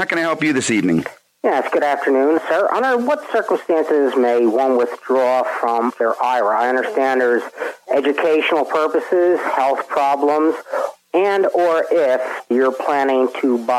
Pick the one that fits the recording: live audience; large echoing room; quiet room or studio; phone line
phone line